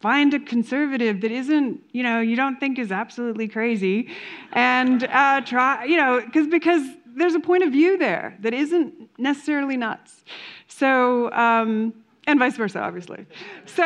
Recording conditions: live audience